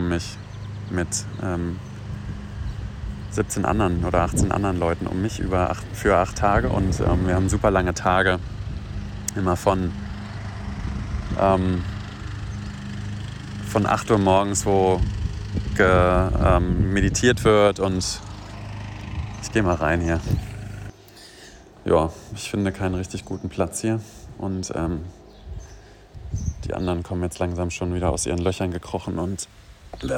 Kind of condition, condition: fault, phone or laptop microphone